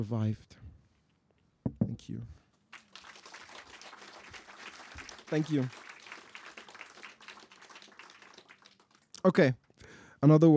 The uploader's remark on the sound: performs some of his poems to a rapt night-time marquee at one of the most atmospheric events of 2023’s festival